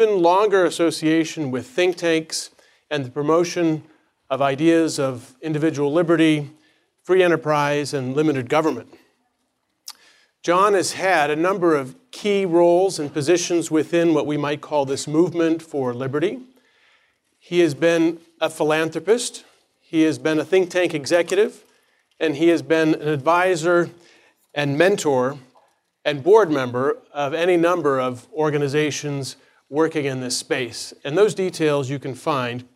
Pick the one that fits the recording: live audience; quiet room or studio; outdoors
live audience